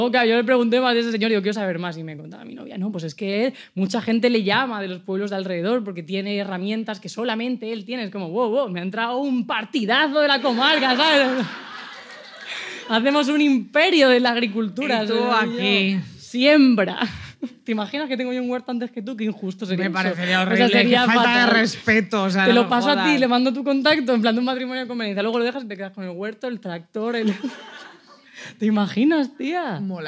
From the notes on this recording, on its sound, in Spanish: arrancamos temporada en directo desde Barcelona